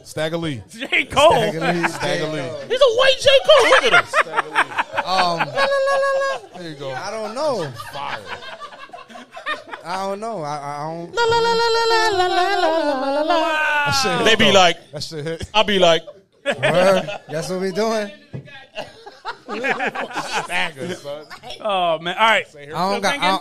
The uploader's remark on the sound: Live at Central Square, round 2.